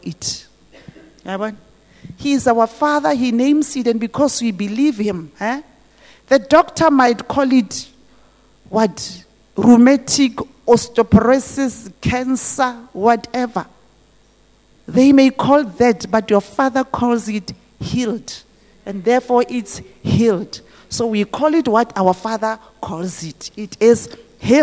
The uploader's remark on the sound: This message was preached at GTCFC City Campus.